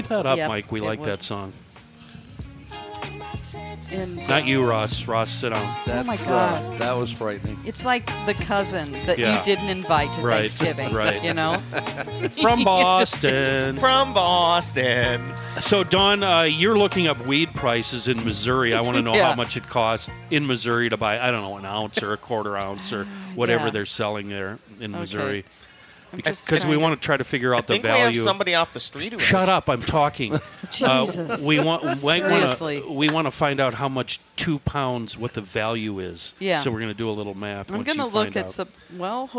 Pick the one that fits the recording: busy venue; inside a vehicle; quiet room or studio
busy venue